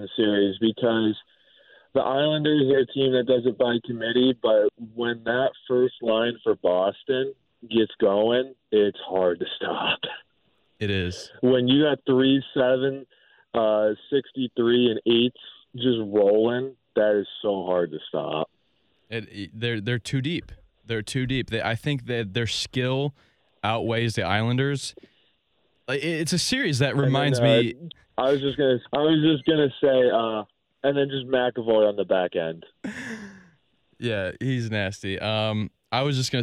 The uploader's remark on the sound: On The Phone.